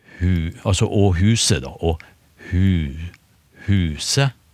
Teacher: Huset og så har vi da en, eh, en eh, tonelag to, hvor den første den, har du et fall i den første tonen. Hu, altså og huset, da.